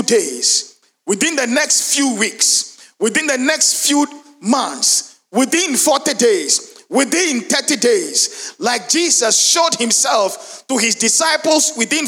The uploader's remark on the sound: Sermon preached at CBC Shiashie Campus